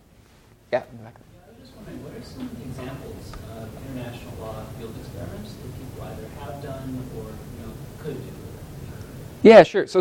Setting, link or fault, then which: setting, live audience